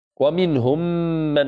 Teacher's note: أصبحت ميما واحدة مشددة بغنة · Term: إدغام بغنة